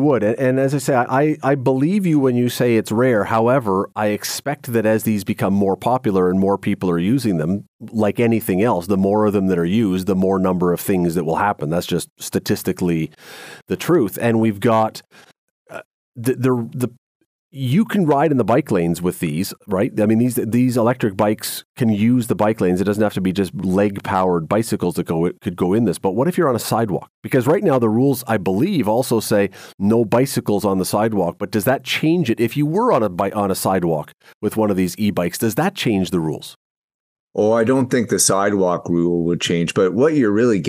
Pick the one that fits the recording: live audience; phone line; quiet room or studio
quiet room or studio